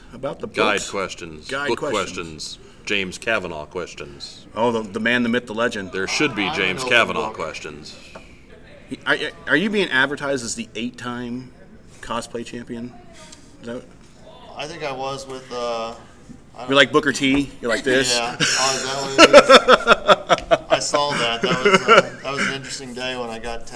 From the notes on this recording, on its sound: Took some time for Q&A with the crowd at this live appearance.